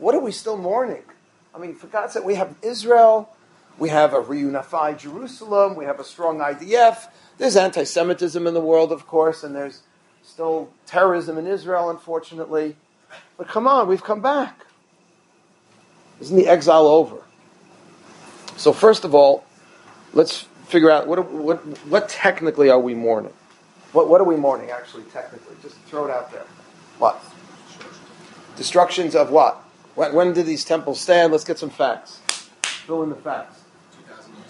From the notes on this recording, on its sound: full class delivered to his students